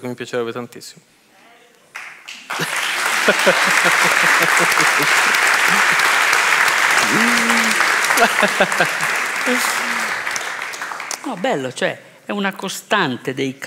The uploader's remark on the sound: a raccontarsi sul palco del PoretCast